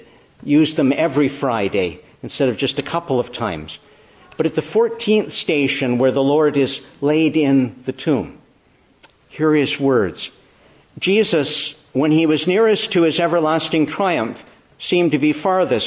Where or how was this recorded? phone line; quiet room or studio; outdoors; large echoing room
large echoing room